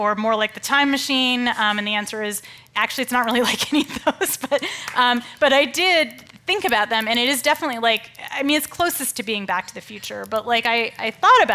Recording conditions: live audience